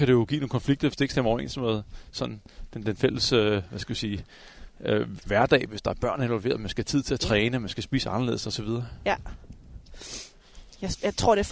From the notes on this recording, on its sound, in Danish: Podcasten er optaget som en walk & talk i Dyrehaven.